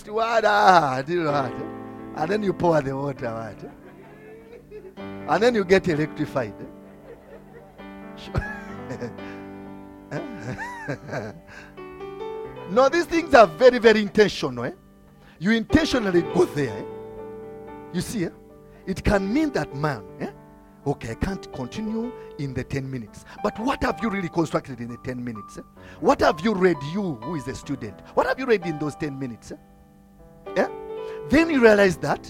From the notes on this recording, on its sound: from the Limitless Worship Fellowship recorded on 5th August 2022